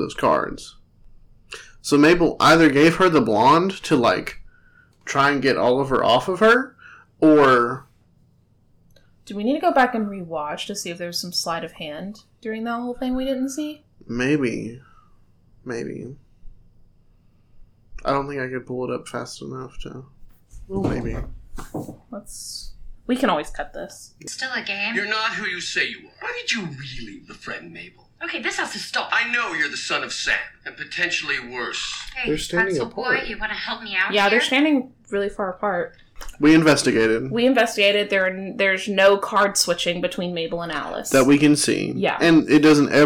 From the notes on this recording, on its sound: Please excuse the audio quality of this episode, we recorded in a different location.